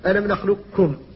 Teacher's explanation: القاف لم تنطق بها لكن بقيت صفتها وهي الاستعلاء